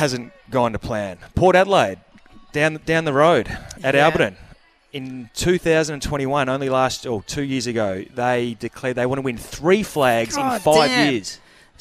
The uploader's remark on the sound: The boys were on location at Harbour Town this morning.